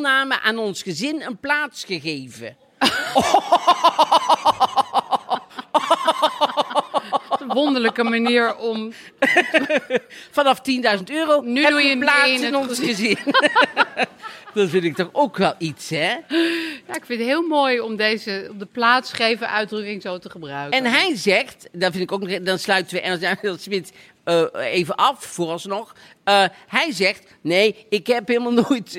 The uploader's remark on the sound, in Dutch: Dit keer met live publiek opgenomen op een zonnige middag in Amsterdam